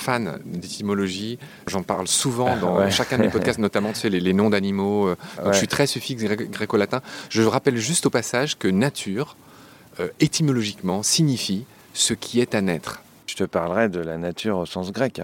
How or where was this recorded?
outdoors